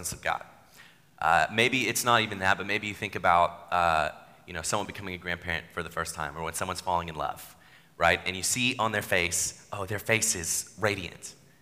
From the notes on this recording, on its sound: Sermon at New City Church